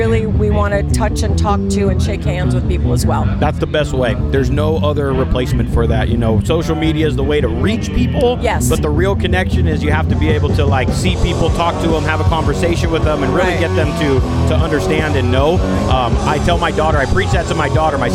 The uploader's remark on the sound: Live from SoCal Bike Drags